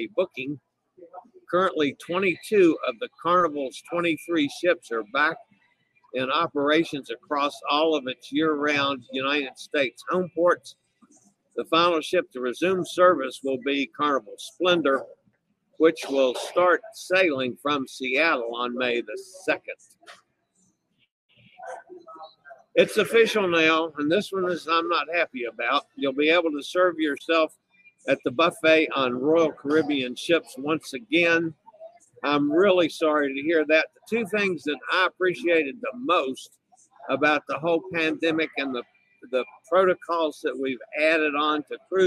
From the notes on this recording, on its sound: LIVE from Adventure of the Seas in the Gulf of Mexico